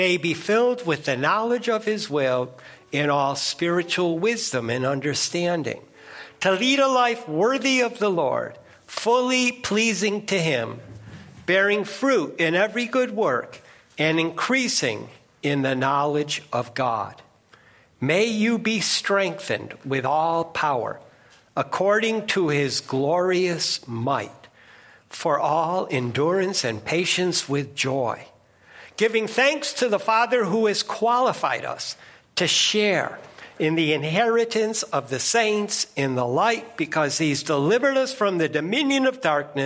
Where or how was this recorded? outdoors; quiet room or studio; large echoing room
large echoing room